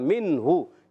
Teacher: ہا کی پیش کو ادا کرنا ہے، مگر کھینچنا نہیں. من ہو نہیں کرنا، من ہو، یہاں غنہ بھی نہیں کریں گے.